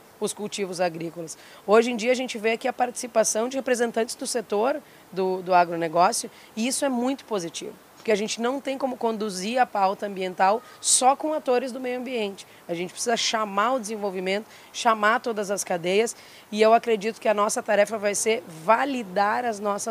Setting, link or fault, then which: setting, busy venue